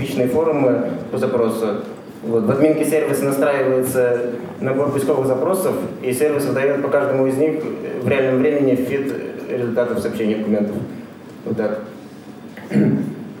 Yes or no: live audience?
yes